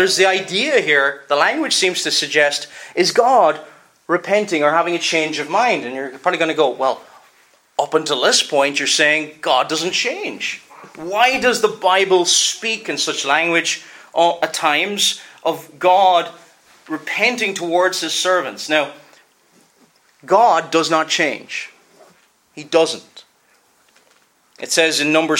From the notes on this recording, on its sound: Preached at Enniskillen Reformed Presbyterian Church